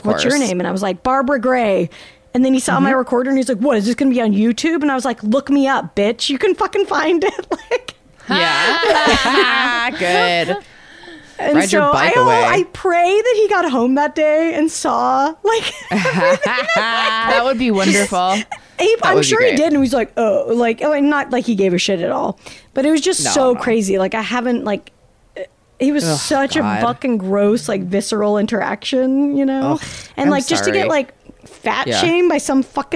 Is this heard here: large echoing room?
no